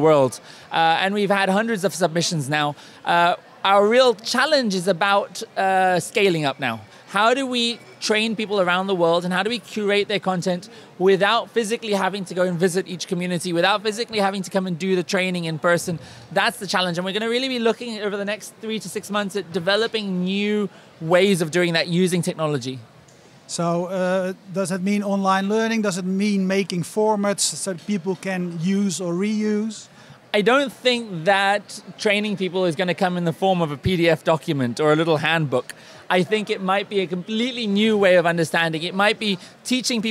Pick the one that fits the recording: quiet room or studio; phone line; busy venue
busy venue